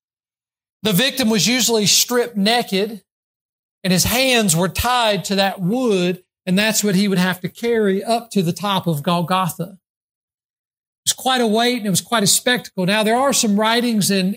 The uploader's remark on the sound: during the Sunday morning service on December 31, 2023, at Southside Baptist Church in Mount Airy, NC